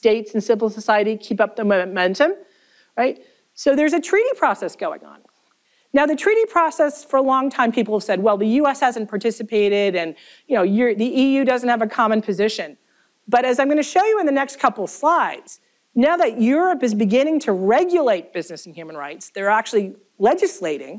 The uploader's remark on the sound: This event was the keynote lecture for the Minnesota Law’s Human Rights Center Day.